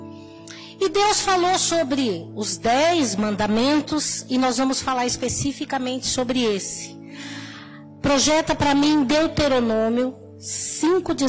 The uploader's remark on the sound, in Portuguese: Áudio da mensagem ministrada no culto da Rede de Mulheres. Na Igreja Cristo Salva Campinas.